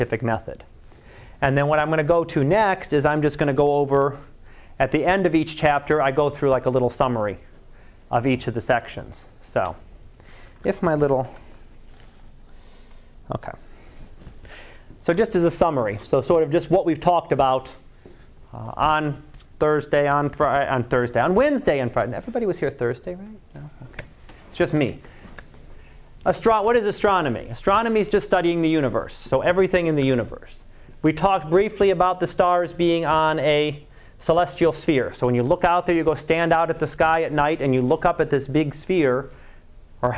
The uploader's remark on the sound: Live Class Lecture